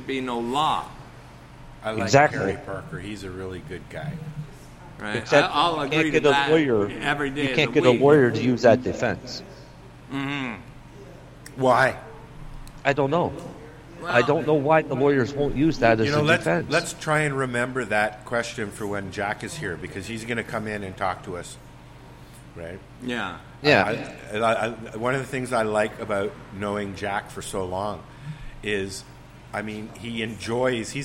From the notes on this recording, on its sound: Broadcasting LIVE from Ganjahnistas's Social Club